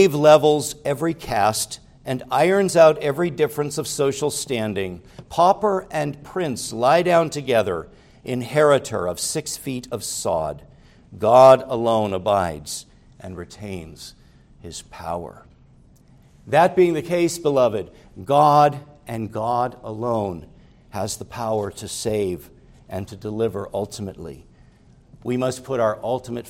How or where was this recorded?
large echoing room